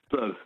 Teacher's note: It's a schwa in the middle, even though it's UR. Blurb. Or if I say it quickly, it's blurb.